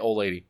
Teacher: don't really say the D